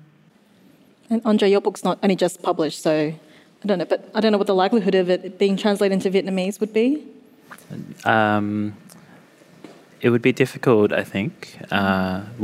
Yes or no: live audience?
yes